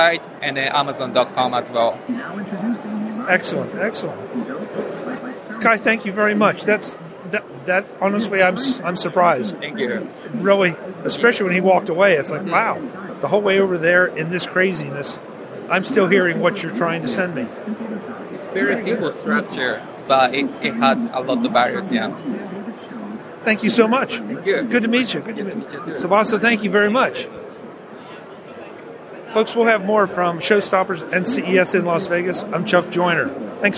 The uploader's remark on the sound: In Las Vegas at Showstoppers at CES, we saw and heard a demo of the technology behind the Mirai speaker from SoundFun that was more than surprising. Audio demos are always difficult in a conference environment, which made this one that much more impressive.